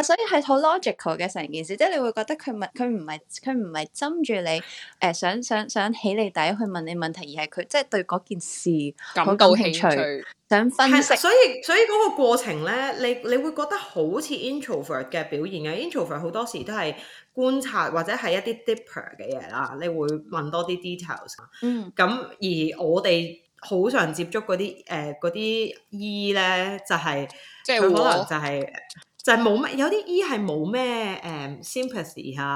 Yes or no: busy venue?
no